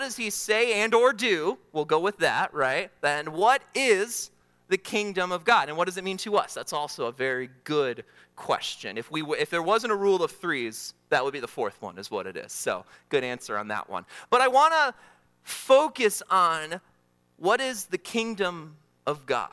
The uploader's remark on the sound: during the Morning Worship Service on Sunday, December 31, 2023, at Calvary Baptist Church in Battle Creek, Michigan